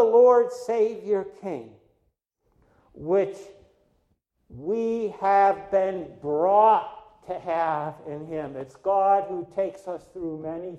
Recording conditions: large echoing room